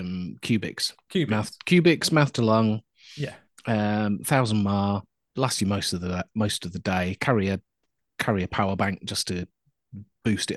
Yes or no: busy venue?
no